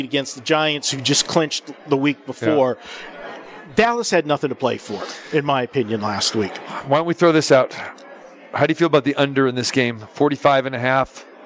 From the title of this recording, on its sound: Live from the Superbook at the Westgate Las Vegas